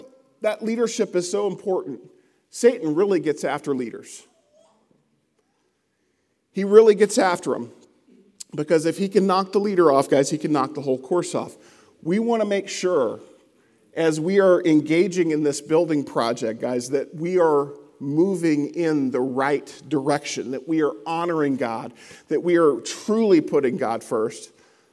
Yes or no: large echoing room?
yes